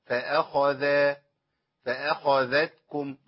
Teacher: فأخذ همزة مرققة، فأ خاء مفخمة، فأخ ذا المرققة